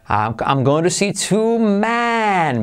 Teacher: la de plural, es casi una E tirando a una A.